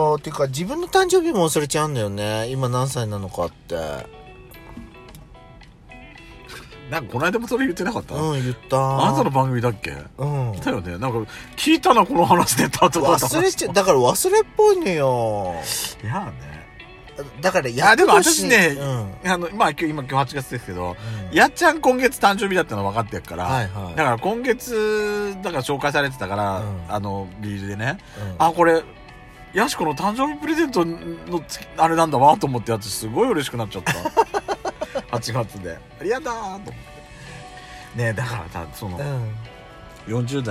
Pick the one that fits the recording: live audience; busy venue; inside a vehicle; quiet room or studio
inside a vehicle